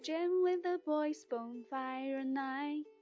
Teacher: 这里的 night 在我们唱歌的时候是可以把它略读掉的